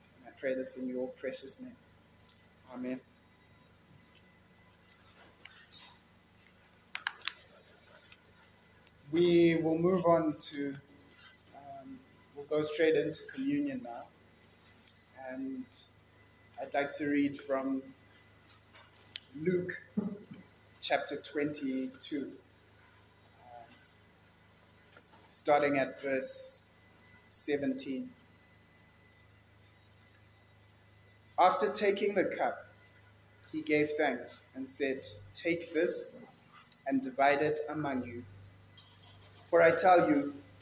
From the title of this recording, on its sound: Kingsmead Chapel Sunday Sermon